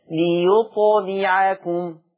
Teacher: قلقلة الطاء وكسر اللام